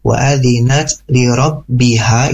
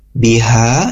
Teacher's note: Wa adzinat li rabbiha, itu ha besar di bawah tenggorokan kita.